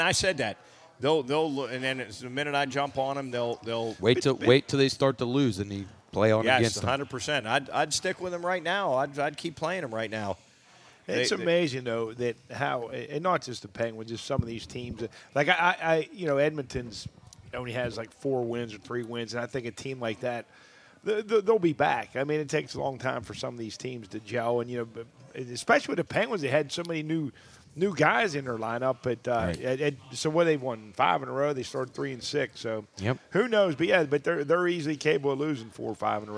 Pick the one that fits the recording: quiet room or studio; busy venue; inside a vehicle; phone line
busy venue